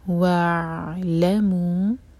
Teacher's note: واو کے لیے ہماری ہرکول اور واو کو عین سے جوڑیں گے، اور عین پر سکون ہے تو عین پر جھٹکا نہیں آنا چاہیے. تو عین کو تھوڑا سا ٹائم دیں تاکہ وہاں جھٹکا نہ آئے.